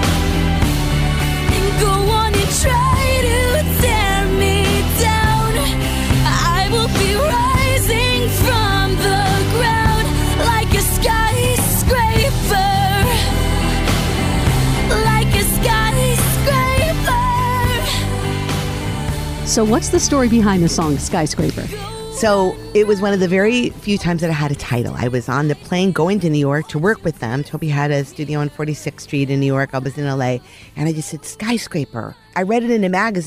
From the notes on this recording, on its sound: Recorded in her backyard garden